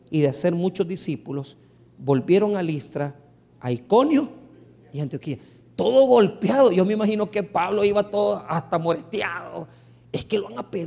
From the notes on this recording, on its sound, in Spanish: el 21 de Septiembre del 2023 en nuestro Culto de Estudio Bíblico del dia Jueves